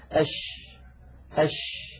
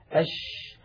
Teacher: تجدون بأن صوت حرف الشين ينتشر الصوت في الفم أش. سمى العلماء هذه الصفة التي تميز بها حرف الشين عن غيره من الحروف بصفة التفشي، والتفشي في اللغة العربية الانتشار.